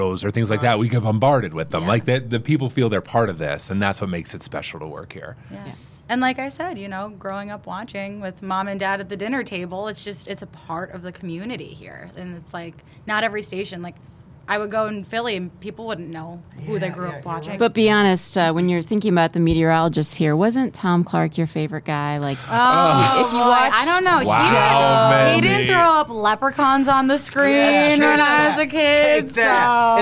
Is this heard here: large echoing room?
no